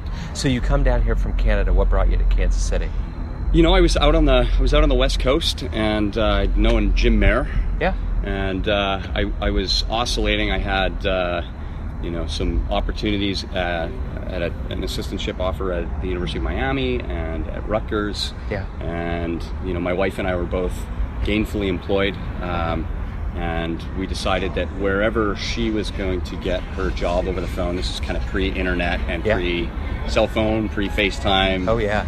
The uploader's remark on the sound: Live at the Blue Room in KCMO